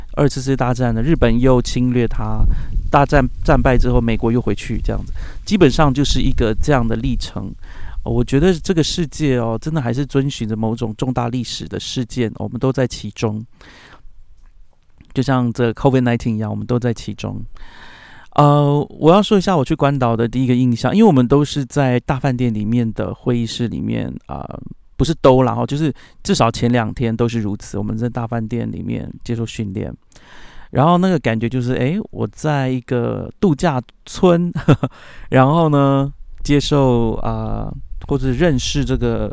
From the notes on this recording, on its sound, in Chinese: 把錄音室搬到陽明山不知名的山徑裡